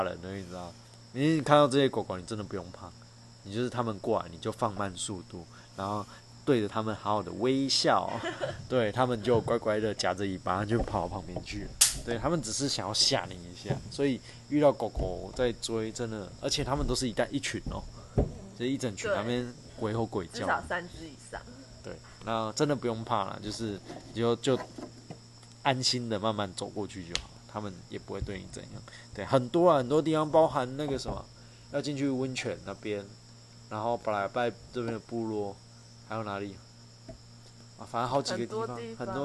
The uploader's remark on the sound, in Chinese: 鐵路環島從台東到鹿野。由於會是在旅程途中錄製。錄音品質上麻煩大家多多包涵。